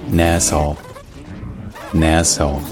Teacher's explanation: la dernière voyelle, ce n'est pas une diphtongue, c'est juste un O.